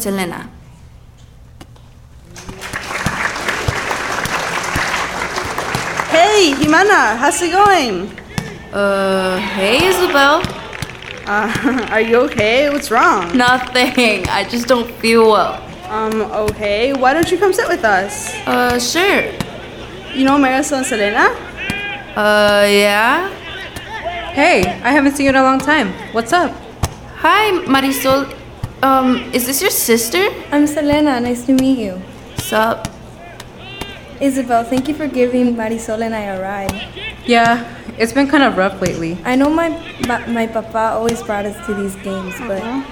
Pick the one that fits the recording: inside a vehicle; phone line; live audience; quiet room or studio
live audience